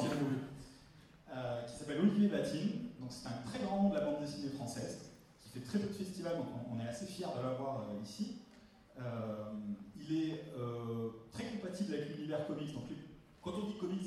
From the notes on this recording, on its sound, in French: Voici le premier enregistrement réalisé lors du Toulouse Game Show Springbreak 2016. On commence avec l'inauguration.